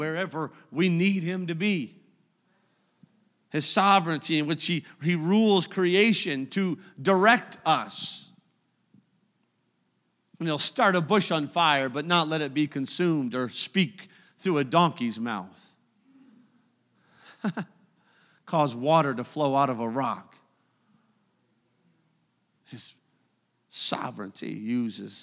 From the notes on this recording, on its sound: a service recording from Connect Point UPC